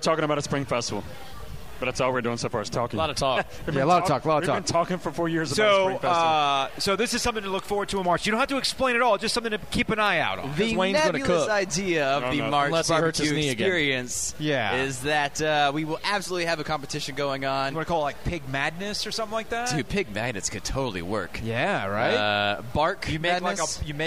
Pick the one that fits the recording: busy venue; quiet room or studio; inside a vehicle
busy venue